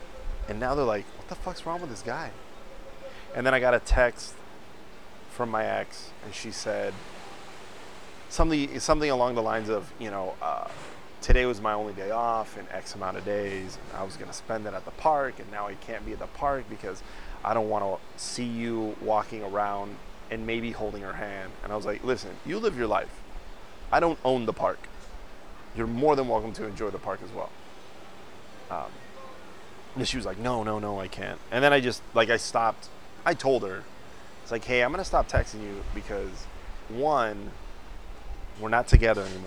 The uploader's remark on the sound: Live from KONA!!! I found a nice little spot to shoot the show. Forgive the wind it got bad a few times but that view.